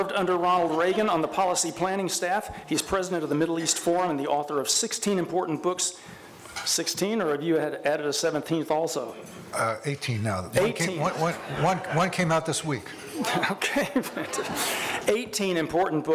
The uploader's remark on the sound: In this special episode, you'll hear a live panel. At the David Horowitz Freedom Center's annual Restoration Weekend event.